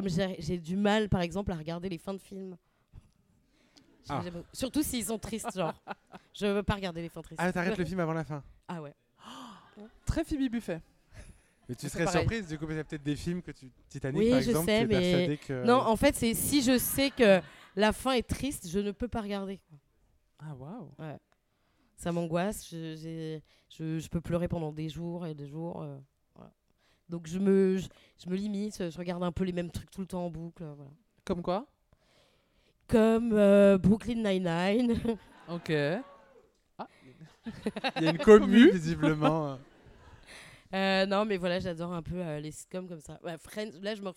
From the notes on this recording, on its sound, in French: enregistré pour la première fois Absolument Fabuleuses en public, au théâtre du Grand Point Virgule